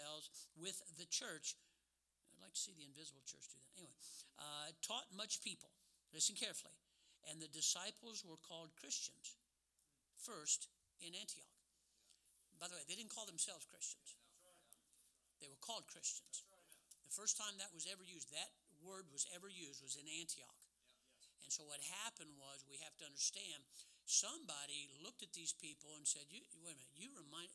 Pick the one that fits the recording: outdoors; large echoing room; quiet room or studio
large echoing room